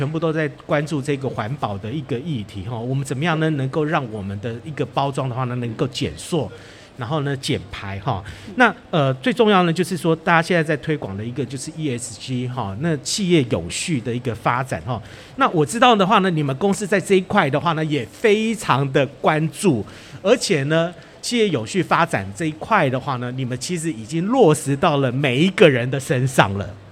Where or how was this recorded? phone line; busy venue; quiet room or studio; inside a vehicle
busy venue